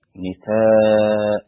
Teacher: إذا وقفت على التنوين بالفتح أقف على ألف هكذا نساء، ويسمى هذا المد مد عوض